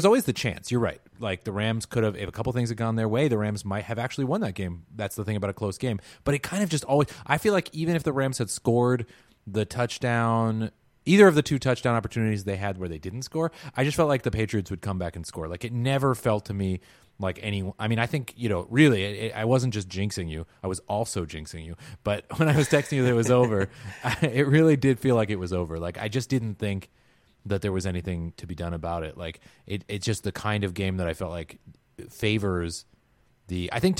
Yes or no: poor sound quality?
no